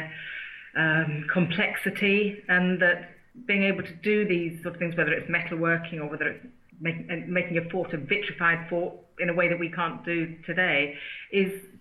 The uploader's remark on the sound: Who are currently working on archaeological sites in Denbighshire north Wales, and they were kind enough to agree to speak to me via Skype.